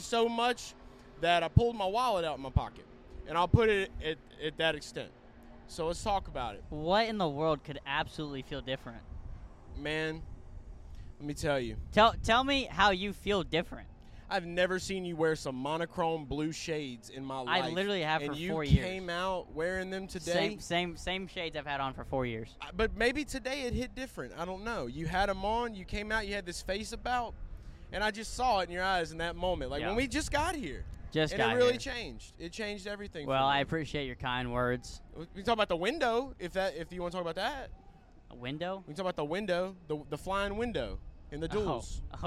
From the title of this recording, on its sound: LIVE In Daytona